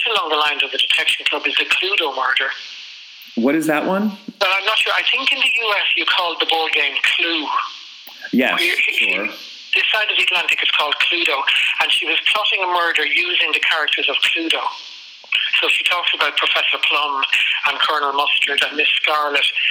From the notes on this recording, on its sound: Despite some sound quality issues.